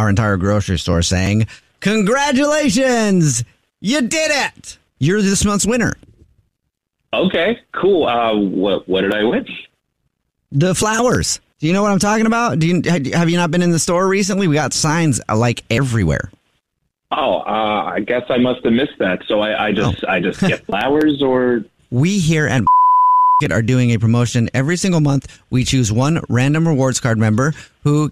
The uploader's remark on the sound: We get that other person on the phone